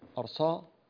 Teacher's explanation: أنت جعلت السين صادا، فخمت السين حتى صارت صادا